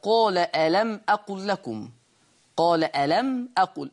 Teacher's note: الميم ساكنة وما بعدها همز فبينقل حركة الهمز